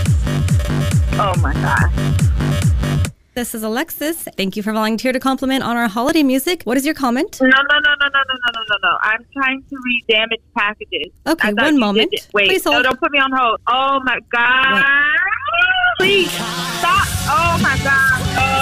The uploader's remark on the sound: Pass the Phone Prank. They keep passing her to the next person with really bad wait music using the WORST Christmas songs of all time!